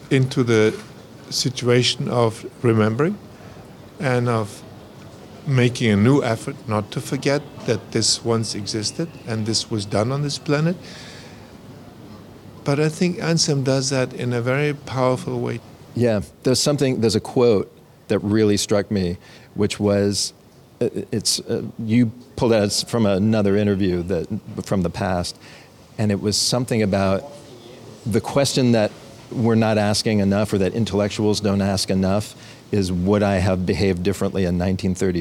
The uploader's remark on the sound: Conversations taped on location at the 2023 Cannes film festival. Accompanied by an intrepid camera crew.